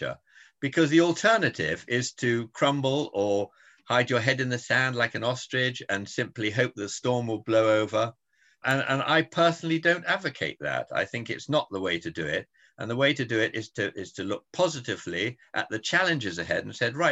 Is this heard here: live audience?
no